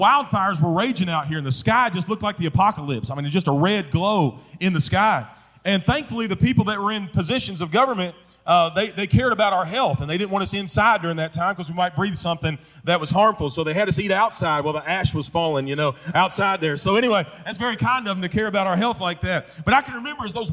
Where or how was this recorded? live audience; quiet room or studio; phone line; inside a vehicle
live audience